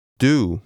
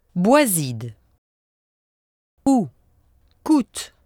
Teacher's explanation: No such sound is found with the French vowel. The French vowel is tenser, with no off-glide W sound. · Shown in: second take · So keep your muscles tense and do not move your tongue or jaw.